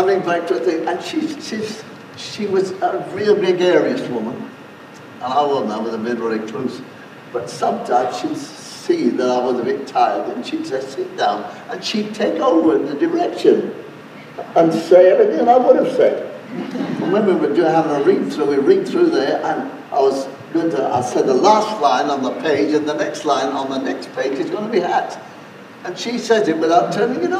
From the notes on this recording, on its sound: this is an archive recording and therefore the sound quality is poor